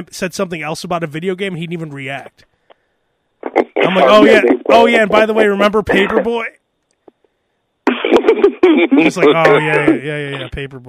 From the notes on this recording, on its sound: Guy from dealership calls. Live during podcast.